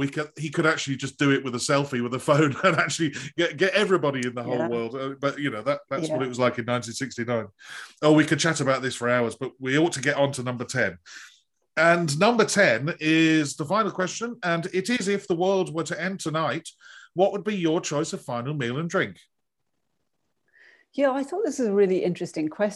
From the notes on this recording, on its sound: This interview was recorded on 18th August 2021 via Zoom.